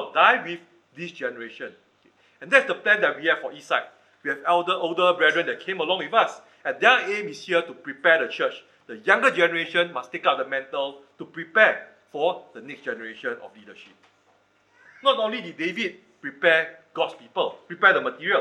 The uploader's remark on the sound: Recorded Live/Sermon